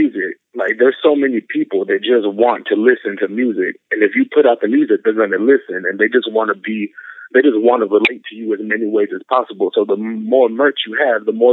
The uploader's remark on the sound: On the phone. Took questions from fans during our Ask Da Den segment.